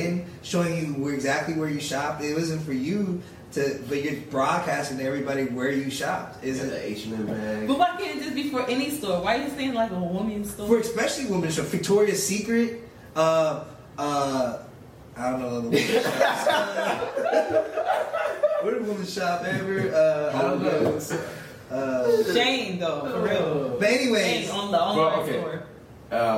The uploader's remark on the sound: Disclaimer: We had some technical difficulty with the audio during the production of this podcast. Our apologies for the audio quality in this particular podcast episode.